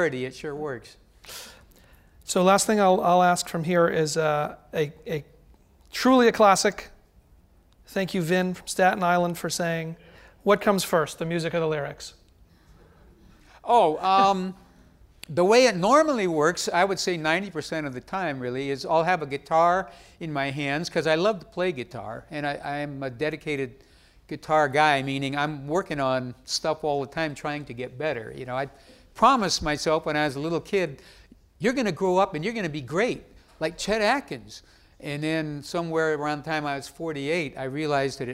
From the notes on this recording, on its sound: Recorded October 6, 2015 in front of a live audience at New York's 92nd Street Y.